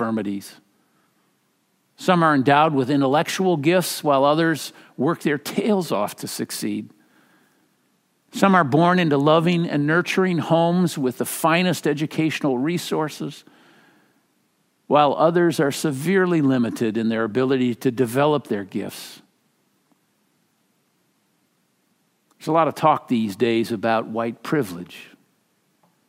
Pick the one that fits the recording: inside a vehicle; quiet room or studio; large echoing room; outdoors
large echoing room